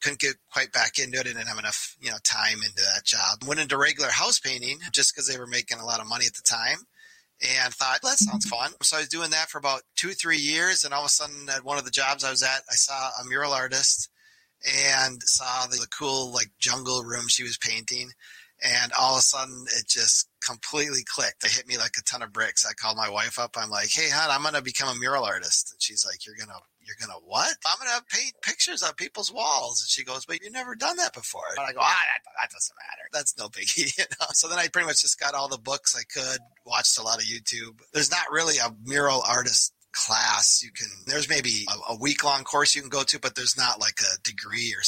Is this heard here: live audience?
no